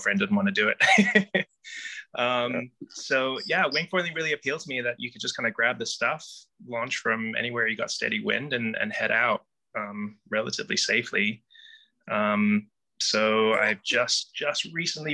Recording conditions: video call